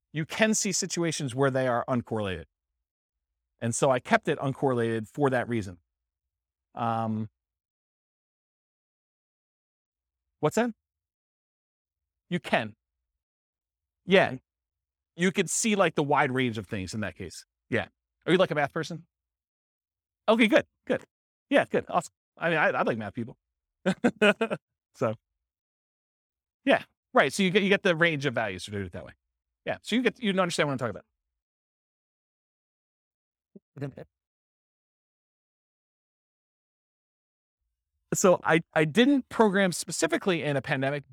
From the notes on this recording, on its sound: This was a live class recorded